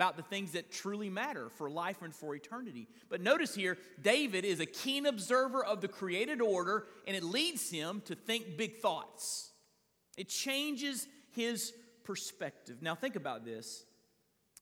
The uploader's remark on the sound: This is a weekly listing of live sermons from First Baptist Church in Fort Walton Beach, Florida.